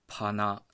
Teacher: 現代日本語のハヒフヘホの H の音が琉球語の奄美大島方言ではパピプペポに対応しています